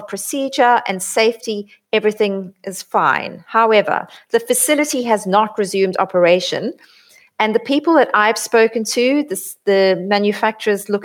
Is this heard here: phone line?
no